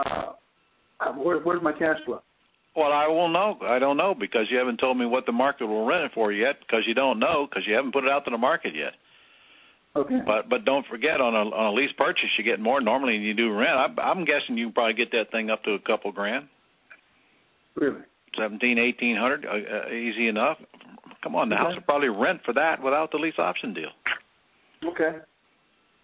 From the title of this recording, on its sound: Q&A Call